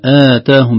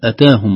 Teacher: فرق بين آتاهم بمد الهمزة وأتاهم بدون مد